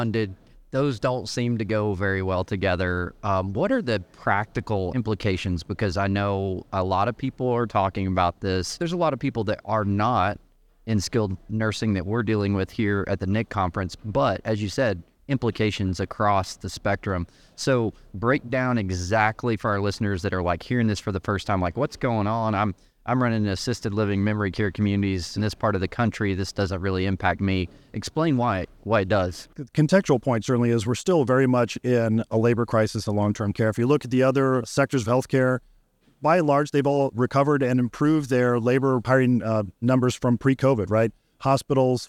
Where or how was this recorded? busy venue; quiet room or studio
busy venue